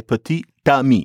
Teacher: Put petit and ami together, you have to say petit d'ami. And all of a sudden, the T that's only in the spelling, you have to pronounce it. · Term: liaison